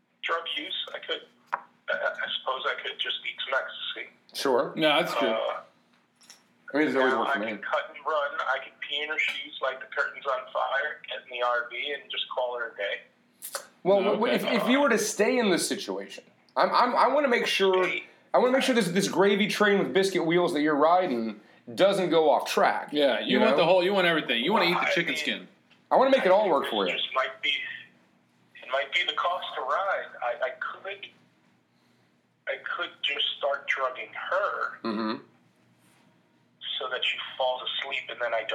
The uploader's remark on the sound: Best of Wednesday night love line calls. It’s calls from people that called.